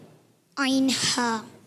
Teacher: عین اور ہا حلق کے درمیان والے حصے سے · Term: حروف حلقیہ